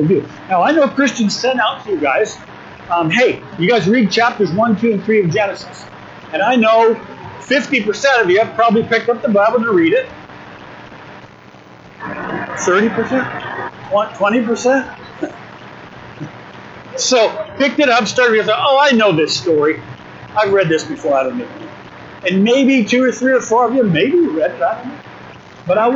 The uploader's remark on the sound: 2023 Winter Retreat Session 1. We apologize for the audio quality.